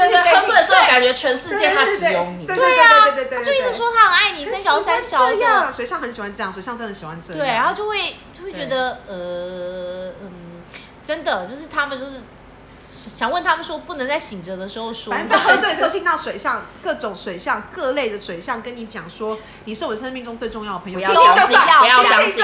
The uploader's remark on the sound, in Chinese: 喝酒那些事系列由於是試錄集，收音設備非常陽春，請海涵。